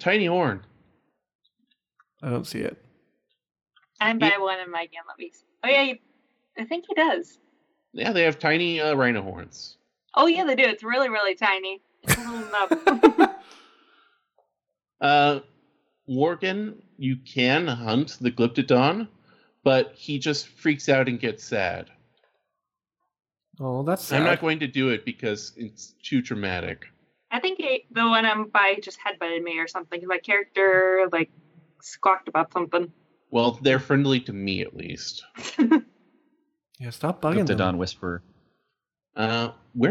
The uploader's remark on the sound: as we plough through technical issues